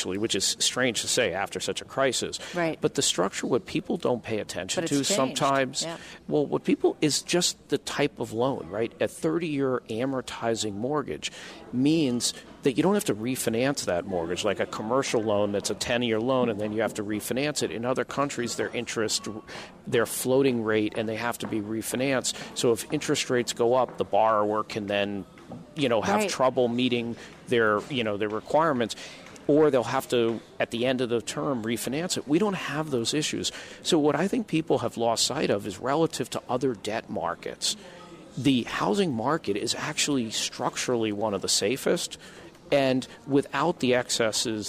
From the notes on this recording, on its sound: The Rutgers Center for Real Estate Conference at the New York Stock Exchange.